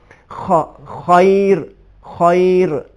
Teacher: جب ہم اس کو ادا کرتے ہیں اس میں غرارے کی صدا آتی ہے · Term: حرف خا